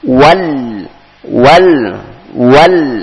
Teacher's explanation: Kemudian ayat yang berikutnya kembali diawali dengan huruf wawa, wa. Kemudian ada lam bertasdid, maka dinabroh, ditekan.